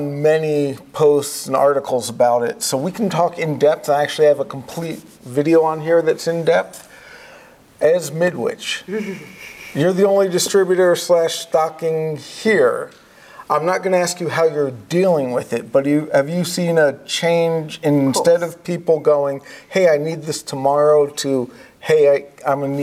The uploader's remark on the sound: Live From InfoComm 2022. We are live in Las Vegas for InfoComm 2022.